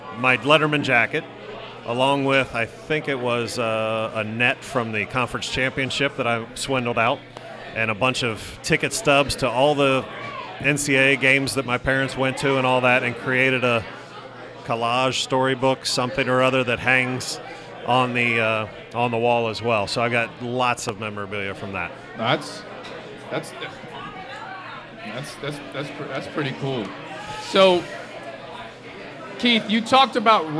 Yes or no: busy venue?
yes